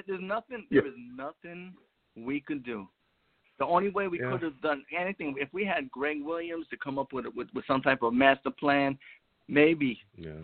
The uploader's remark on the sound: Tonight live at 7pm eastern. I will also take live callers!